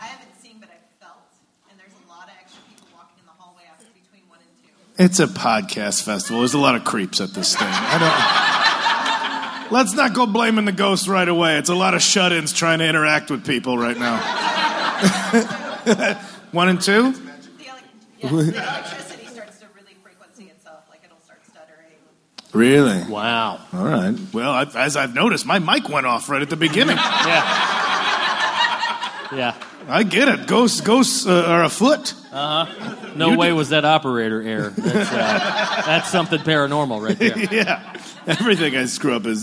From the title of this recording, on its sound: Live from LA Podfest